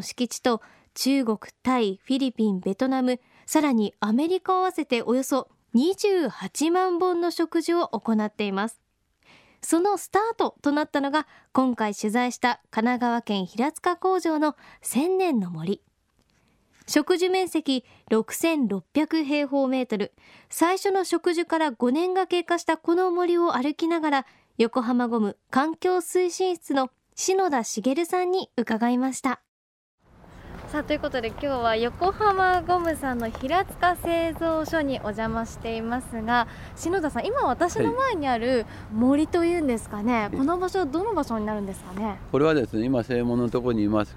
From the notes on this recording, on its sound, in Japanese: 今回取材した神奈川県平塚製造所の「千年の杜」。その森を歩きながら。